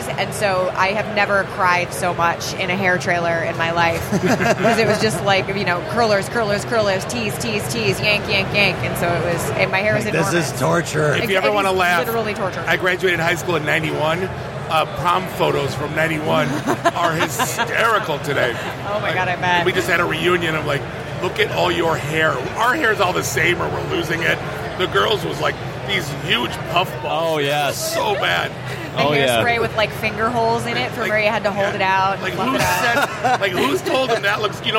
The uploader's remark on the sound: Live from Motor City Comic Con 2017